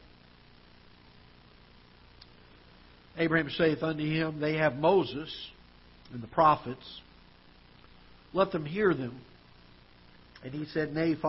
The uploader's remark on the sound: Ketha Heights Baptist Church ~ Live Broadcast